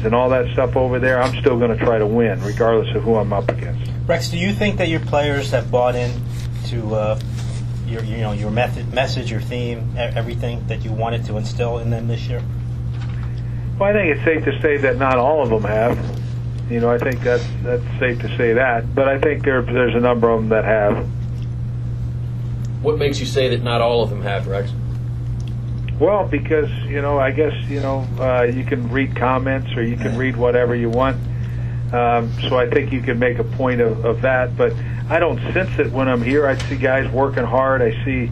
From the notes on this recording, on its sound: Opponent Conference Call. Buffalo Bills Head Coach Speaks with the New York Media.